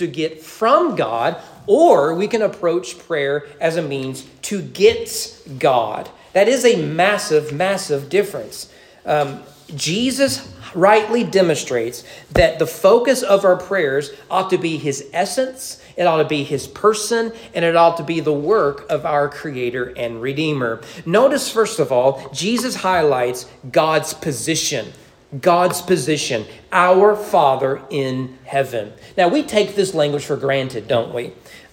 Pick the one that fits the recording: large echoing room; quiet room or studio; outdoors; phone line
large echoing room